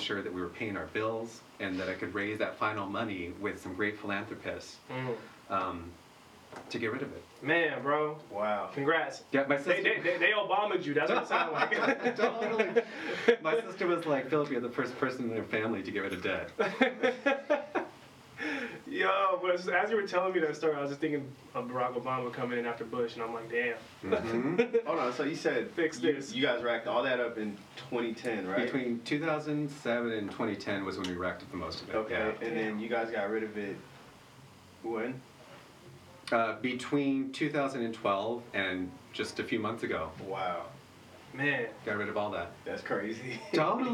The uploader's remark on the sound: Please excuse the minor technical difficulties during this episode